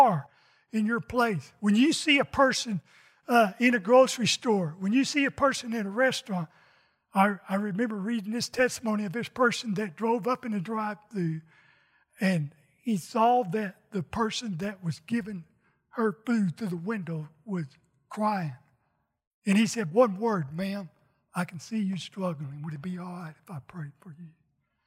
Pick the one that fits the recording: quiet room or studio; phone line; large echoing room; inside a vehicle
large echoing room